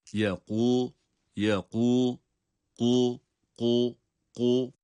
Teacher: buradaki kaf harfi kalkale harfidir ama bakınız hem kalın okunuyor. Yekû kalkale harfidir ancak kalkale yapabilmemiz, yani sesi böyle patlatarak çıkarmamız cezimli halinde olur, harekeli halinde değil.